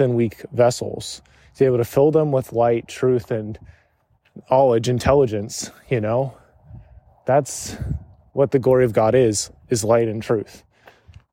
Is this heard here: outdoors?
yes